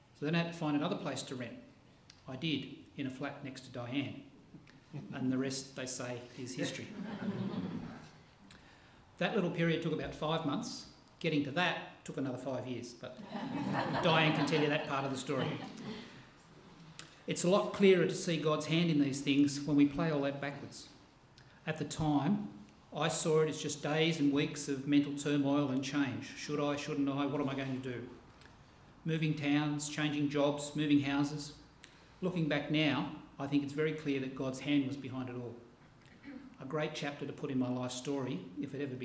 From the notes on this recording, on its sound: This sermon was preached on 6 August 2023 at all services of Helensburgh and Stanwell Park Angilcan Church.